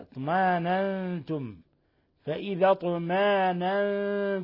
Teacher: قرأ السوسي وأبو جعفر بإبدال الهمزة ألفا